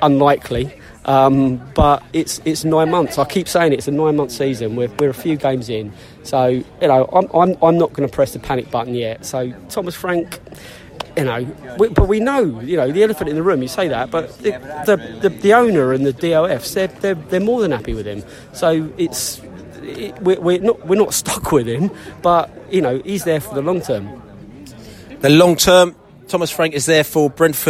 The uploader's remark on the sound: post-match podcast from the pub